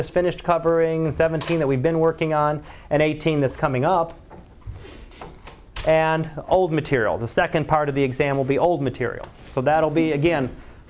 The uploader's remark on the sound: Live Class Lecture